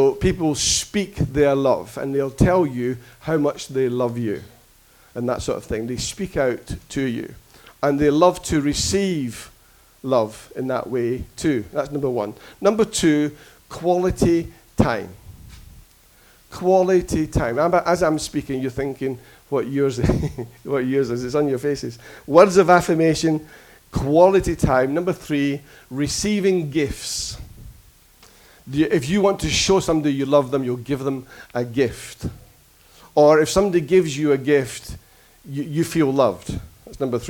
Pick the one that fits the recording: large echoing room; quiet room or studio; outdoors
large echoing room